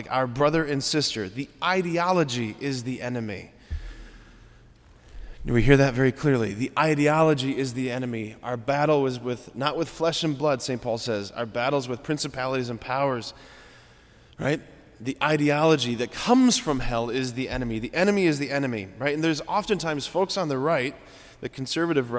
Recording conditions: large echoing room